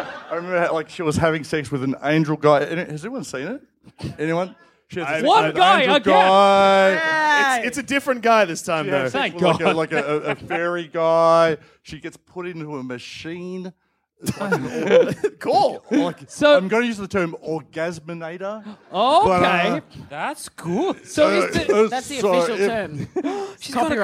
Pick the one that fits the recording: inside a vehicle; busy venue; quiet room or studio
busy venue